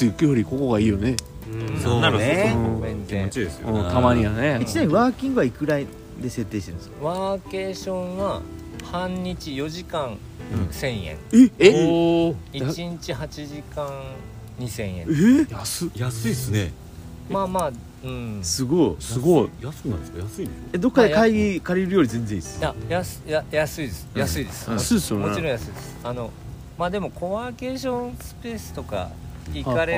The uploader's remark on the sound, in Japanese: 村民と焚き火を囲みながら かしいのはまビレッジ（福岡）。今回は福岡市東区にある元遊園地のキャンプ場かしいのはまビレッジです。6人で焚き火を囲んでいます。